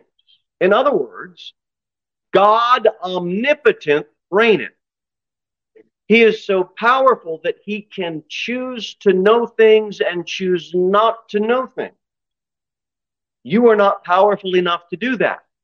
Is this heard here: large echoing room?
yes